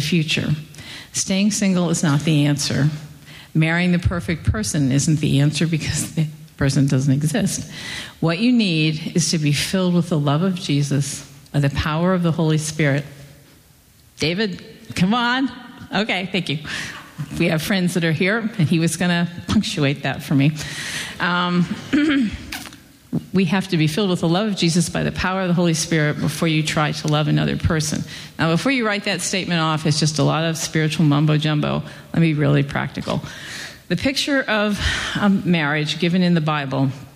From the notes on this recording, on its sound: At Redeemer Presbyterian Church on March 30, 2012 for the conference "Marriage, Sex & Singleness Conference".